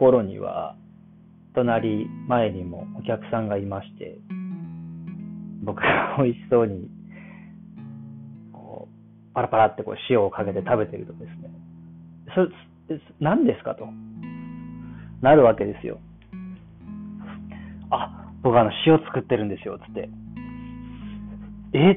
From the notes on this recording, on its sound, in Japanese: Bluetoothヘッドフォンでの録音。音質は良くない印象。